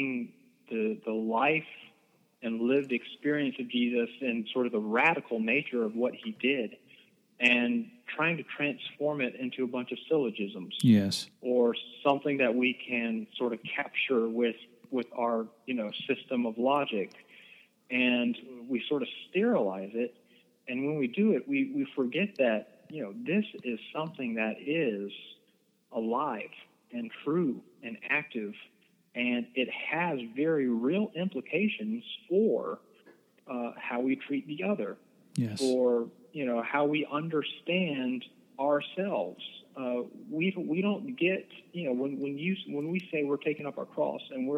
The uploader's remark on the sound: I talked on the phone